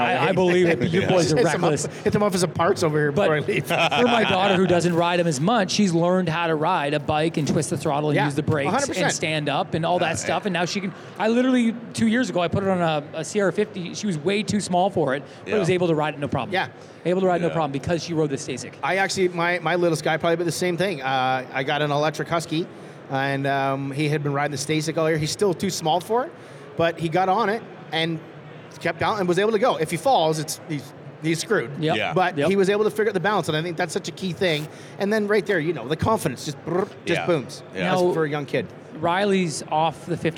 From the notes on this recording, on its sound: We were live at the Toronto Bike Show over the weekend